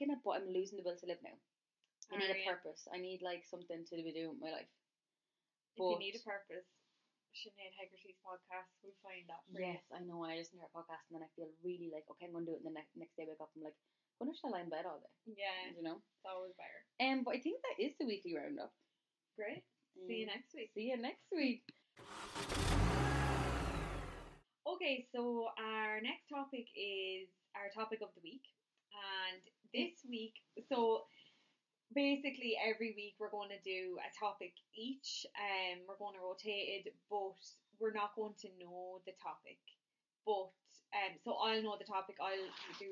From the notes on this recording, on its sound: Please bear with our sound - we promise it gets better as the episodes go on.